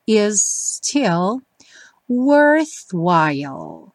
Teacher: You'll find that life, de novo suspense aí no T da consoante oclusiva, is still worthwhile. Is still, juntando os dois S's, fica um S um pouquinho mais longo, mas não tem dois ataques.